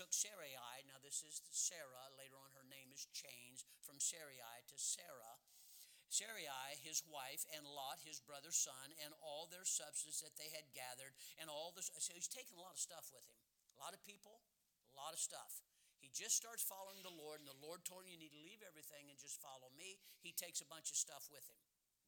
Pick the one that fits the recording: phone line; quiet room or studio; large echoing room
large echoing room